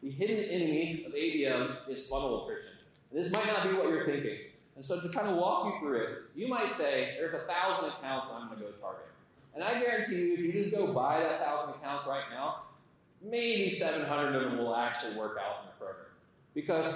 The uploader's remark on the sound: Audience Q&A